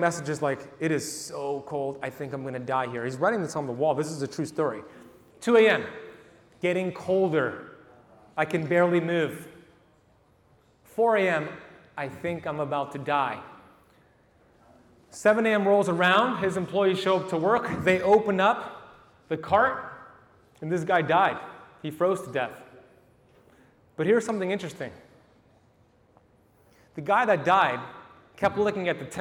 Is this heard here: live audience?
yes